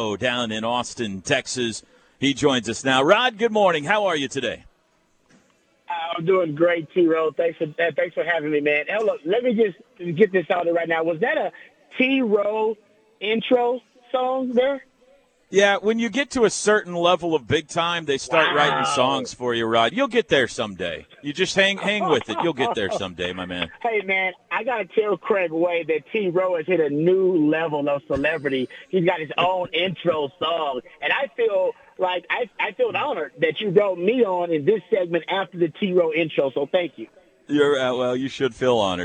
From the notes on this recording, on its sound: live from the Omni in downtown Dallas at the OU Alumni Association's Boomer Bash